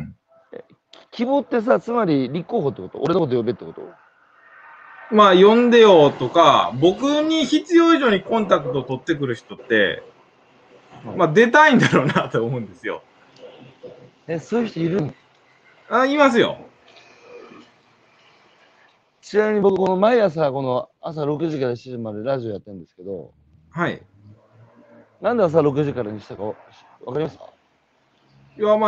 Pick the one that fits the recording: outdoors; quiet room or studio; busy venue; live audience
outdoors